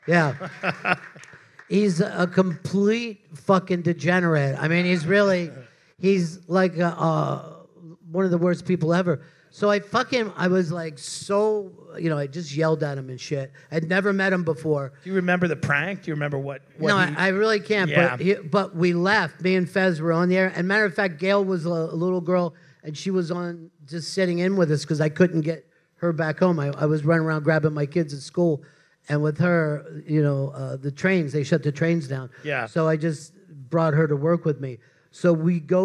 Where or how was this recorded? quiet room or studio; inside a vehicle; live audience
live audience